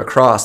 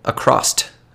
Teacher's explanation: when you hear them say the word across, they say it acrossed, and there's a T at the end · Shown in: second take · or almost as if it's ends in ED, like you crossed the stream, right?